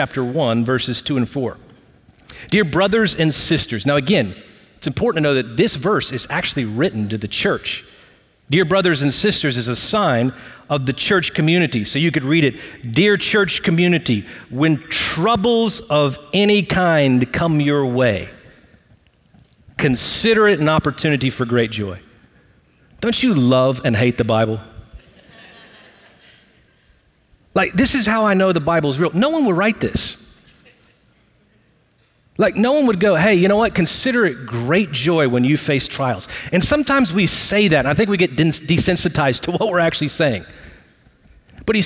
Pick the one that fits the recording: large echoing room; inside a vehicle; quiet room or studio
large echoing room